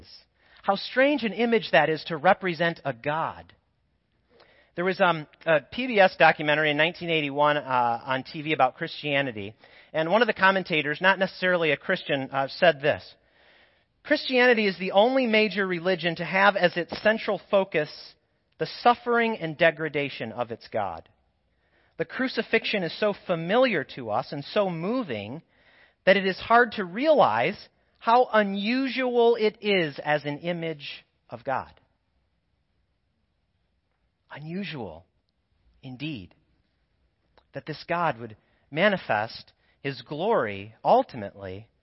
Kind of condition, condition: setting, large echoing room